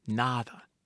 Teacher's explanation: Nada, nothing in Spanish, where D sounds like T-H, nada.